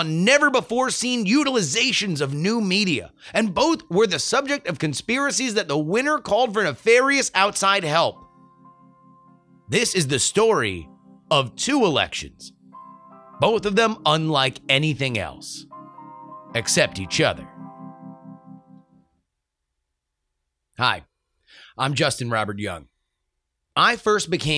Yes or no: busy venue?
no